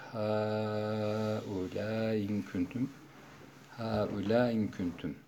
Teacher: bir çok çekerek en aşağı iki elif miktarı uzatarak ha ula in küntüm ha ula in küntüm hemzeyi düşürmüş oluyor.